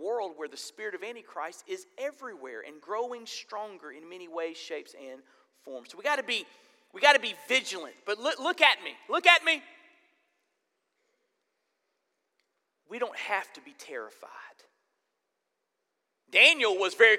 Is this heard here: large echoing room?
yes